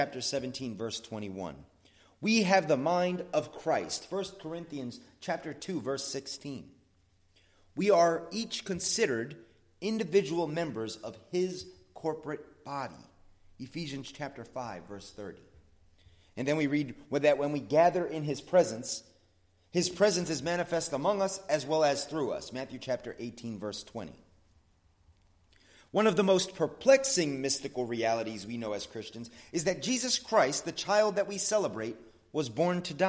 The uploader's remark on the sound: Sermon at the Blue Point Bible Church